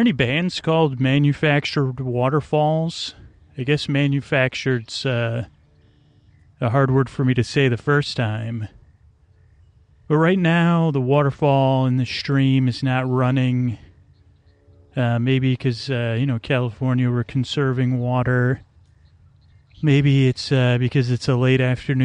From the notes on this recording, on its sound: This one is on location at Stow Lake in Golden Gate Park.